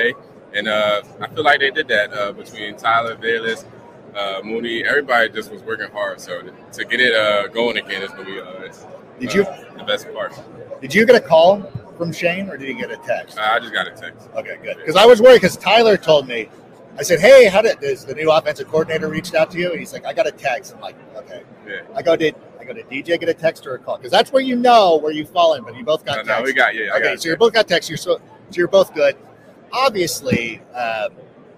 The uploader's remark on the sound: Live From Super Bowl LVIII